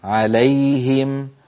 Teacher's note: الياء من وسط اللسان، الهاء من أقصى الحلق، أيضا إظهار